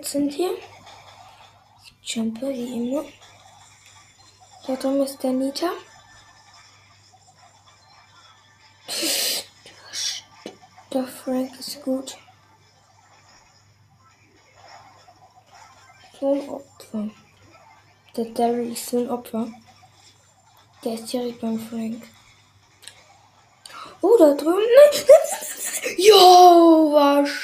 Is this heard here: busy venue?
no